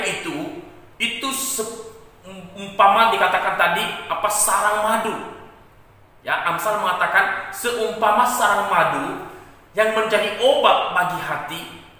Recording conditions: large echoing room